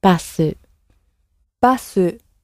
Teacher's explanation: it comes from the English originally and has had the extra vowel sound added to the end and a more of a softer a sound at the beginning